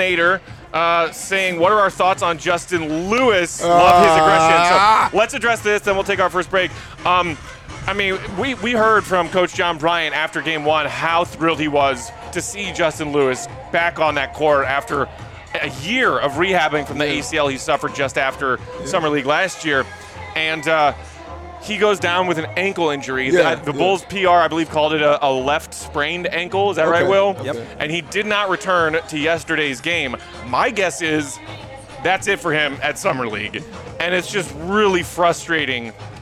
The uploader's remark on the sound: The CHGO Bulls crew are LIVE from Stadium Swim at Circa Resort & Casino in Las Vegas.